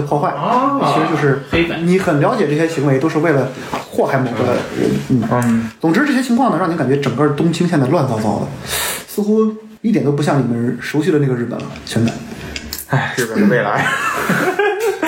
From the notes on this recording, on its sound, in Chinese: 因为这次跑团时录制的设备并不专业，再加上环境和大家散座的位置，音质会比较差，调试之后改善不大。